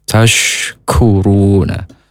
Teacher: huruf shin, di tengah lidah, keluar nafas yang banyak